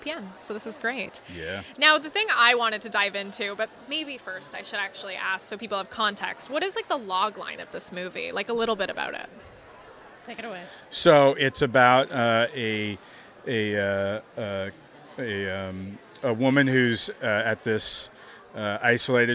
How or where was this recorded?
busy venue